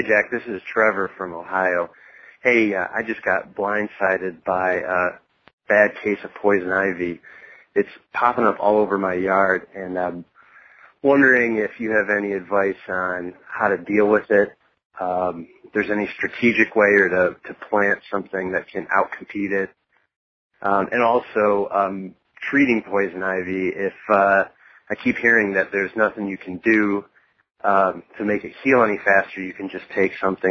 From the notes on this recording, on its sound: Listener Calls. I take your calls.